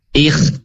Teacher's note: Kha dan ghain itu ada sisi tipisnya ketika berharokat kasrah.